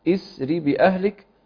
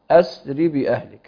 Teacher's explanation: وإذا بدأت بها تبدأ بها بالكسر · Shown in: first take · إسري بأهلك، على أنها همزة وصل، وهمزة الوصل إذا كان ثالث الفعل مفتوحا أو مضموما، مفتوحا أقصد أو مكسورا أو مضموما ضمة غير لازمة، نبدأ كسر الهمزة الوصل بالكسر إسري هكذا.